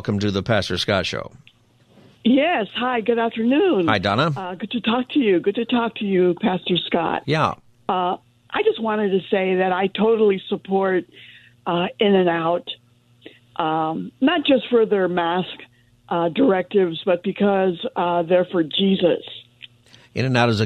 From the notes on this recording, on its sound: Open Phone Friday Continued.